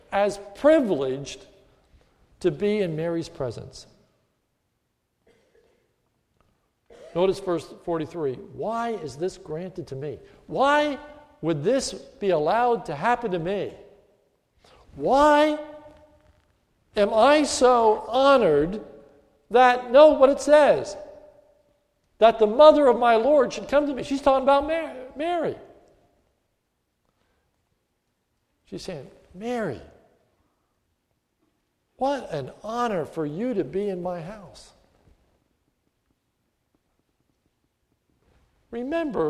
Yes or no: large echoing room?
yes